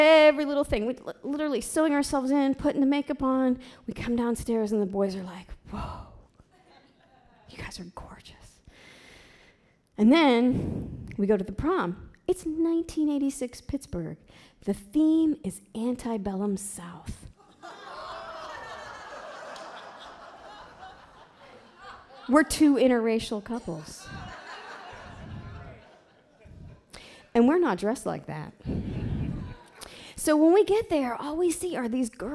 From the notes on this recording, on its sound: Live at The Fremont Theater in Portland, OR Portland Story Theater.